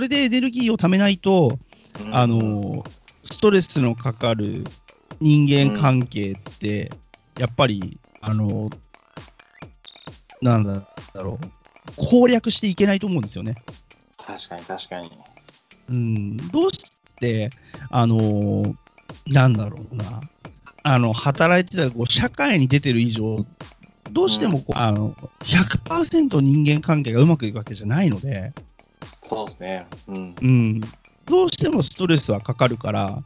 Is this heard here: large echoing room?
no